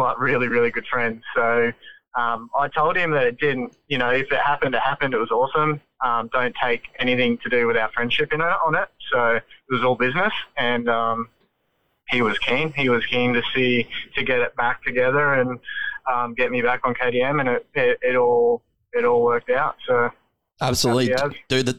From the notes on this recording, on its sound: jumps on the phone